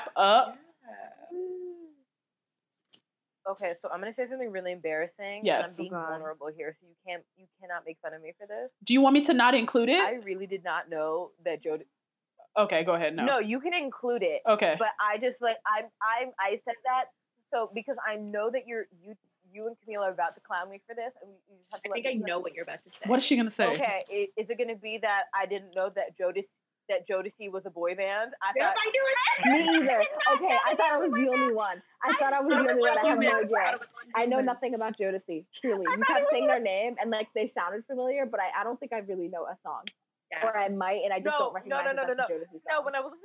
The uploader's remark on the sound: We SINCERELY apologize about the audio issues in this episode! This was recorded months ago and a lot has happened since then.